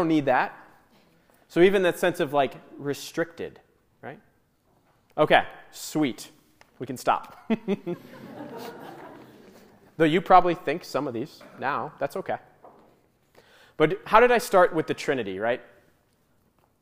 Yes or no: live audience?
yes